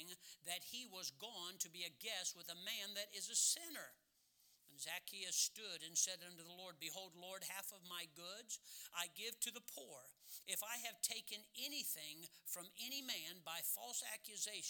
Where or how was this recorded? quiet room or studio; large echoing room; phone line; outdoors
large echoing room